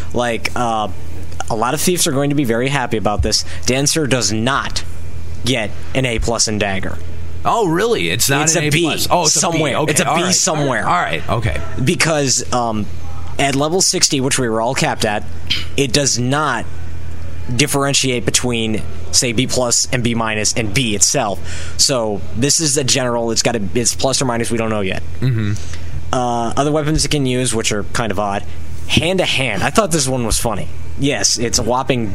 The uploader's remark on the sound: Limit Break Radio's 2007 Fan Fest Special Day 1. We also have interviews and actual event audio. Many of the other activities at this years Fan Festival.